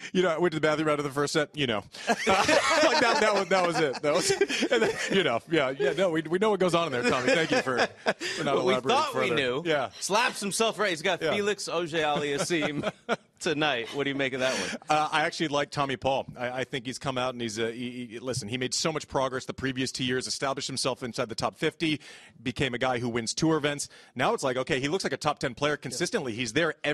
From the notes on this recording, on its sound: TC Live is back, live from Indian Wells!